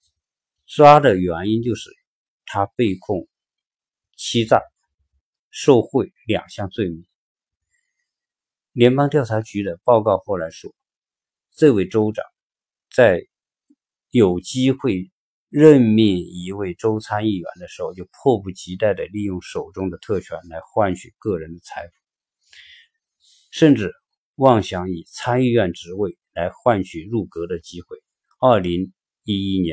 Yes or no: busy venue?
no